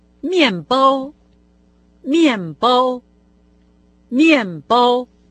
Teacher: Правильно, четвертый и первый тоны.